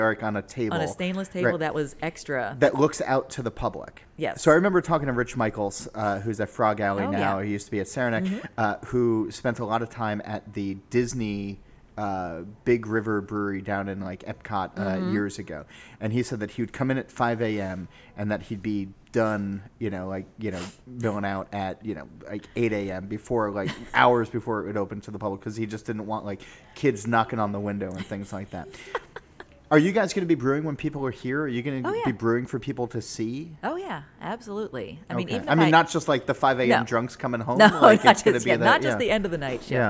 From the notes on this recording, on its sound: The interview was recorded at the new brewery and taproom, just hours before it officially opened to the public.